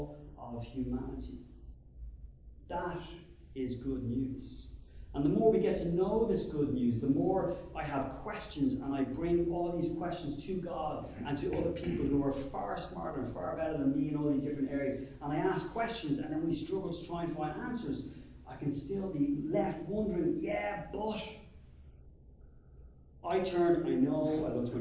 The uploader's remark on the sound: Sermon delivered at the Church of Ireland Theological Institute